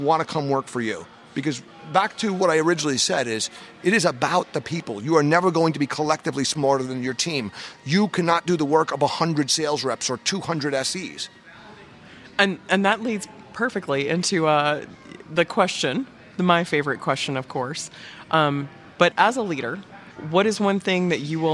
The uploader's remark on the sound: joined us live at VMworld 2016